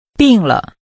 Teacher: Using a falling and a neutral tone, say sick or am sick.